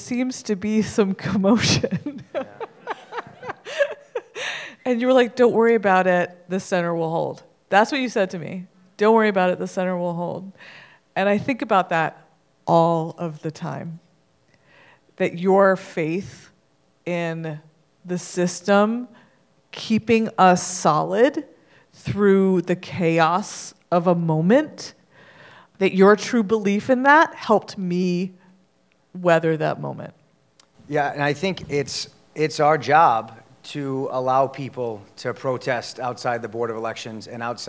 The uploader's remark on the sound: Spoke with the film's directors and two election officials at a recent screening at the GlobeDocs Film Festival.